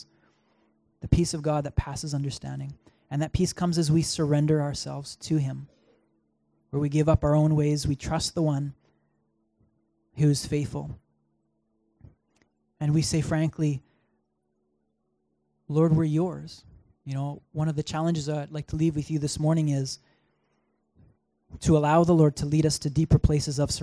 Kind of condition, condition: setting, large echoing room